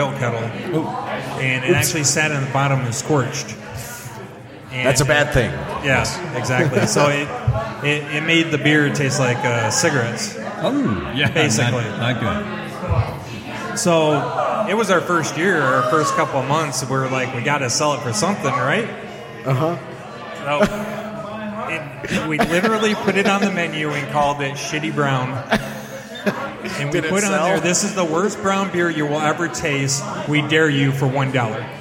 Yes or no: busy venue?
yes